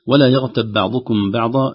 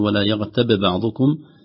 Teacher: الباء الأولى مدغمة في الباء الثانية إدغاما كاملا · Shown in: first take